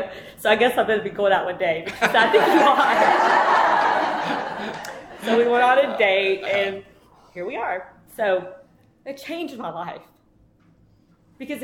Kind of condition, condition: setting, live audience